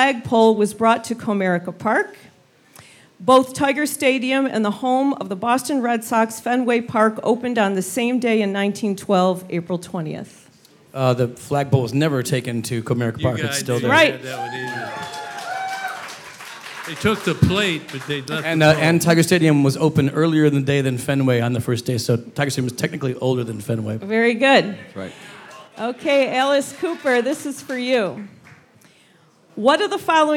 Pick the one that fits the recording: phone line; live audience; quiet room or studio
live audience